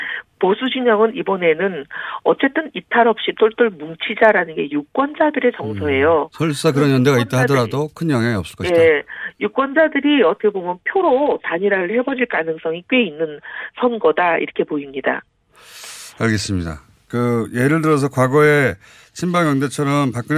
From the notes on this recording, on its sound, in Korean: 전화연결